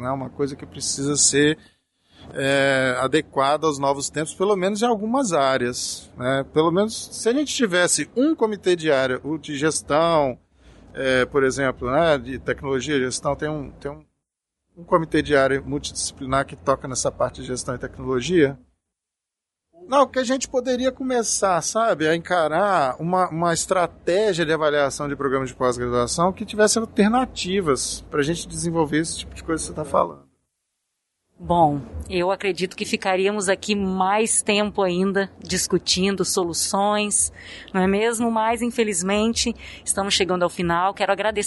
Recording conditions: busy venue